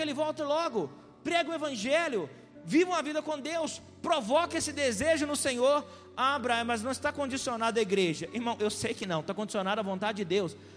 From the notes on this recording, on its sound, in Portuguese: Essa mensagem foi gravada ao vivo no dia 02/02/2020, no culto dominical da Igreja Vale Da Bênção - BH.